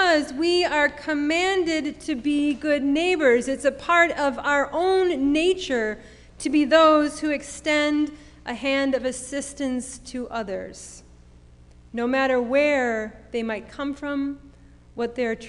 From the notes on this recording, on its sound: Sermon preached at RCHP on October 31, 2021.